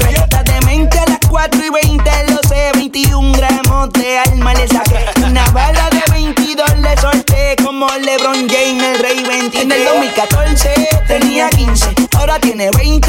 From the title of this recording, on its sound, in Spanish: Set Mi Tercer Lugar Barranco